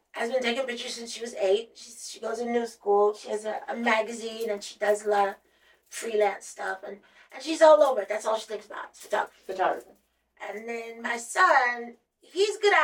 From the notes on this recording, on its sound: Mercury retrograde tried to come for us and we lost our audio for this episode. Please excuse the audio quality.